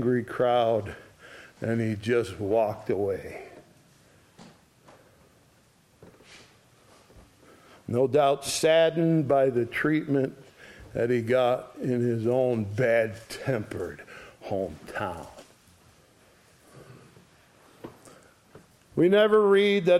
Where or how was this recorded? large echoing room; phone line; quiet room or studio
large echoing room